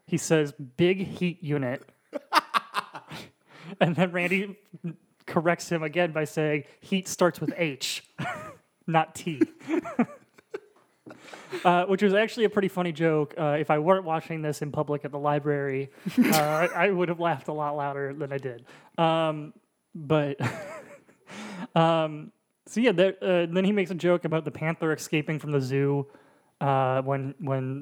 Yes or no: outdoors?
no